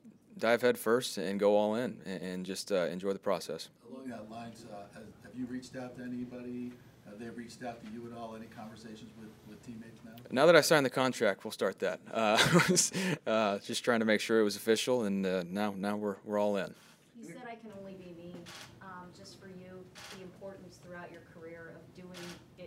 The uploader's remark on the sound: Press Conference